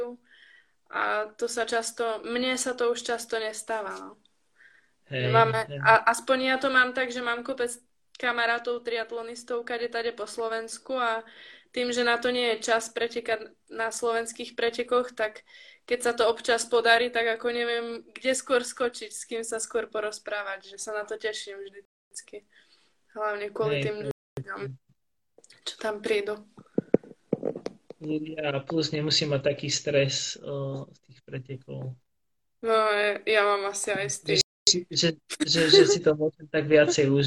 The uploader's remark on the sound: This episode of the Podcast has been recorded through Instagram Live